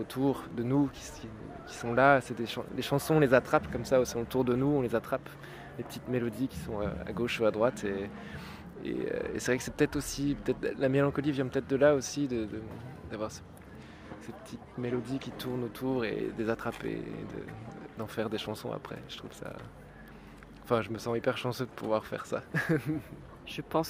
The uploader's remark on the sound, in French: juste avant son passage sur scène au jeudi du Port de Brest du 10 août 2023